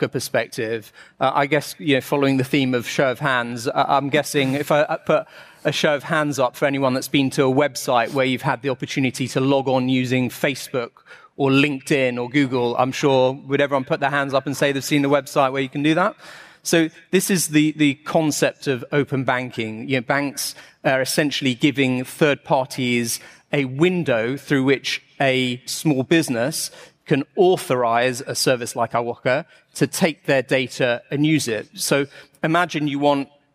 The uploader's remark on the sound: Live from Xerocon. Was recorded live at Xerocon 2017 from London's Excel Centre.